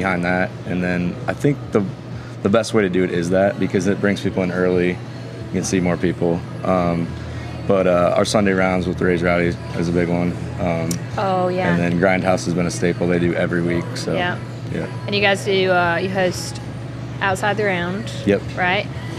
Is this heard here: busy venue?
yes